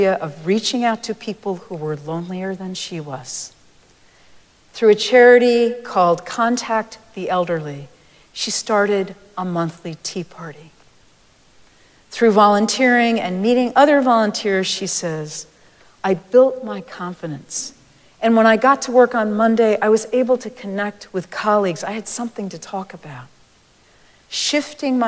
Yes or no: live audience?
yes